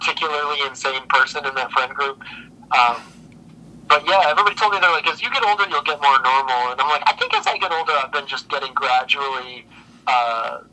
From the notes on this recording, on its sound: A sweltering May day in Michigan gets even hotter. Via phone in Grand Rapids, Michigan and Holland, Michigan.